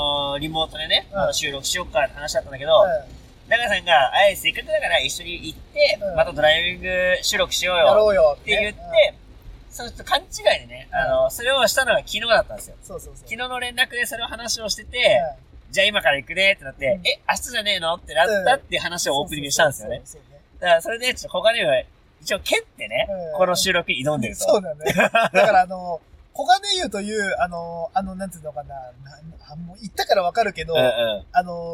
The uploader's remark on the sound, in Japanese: ドライビングトーク。この日、大雨の中車内収録だったため雨粒の音が相当入ってたのは言うまでもなく。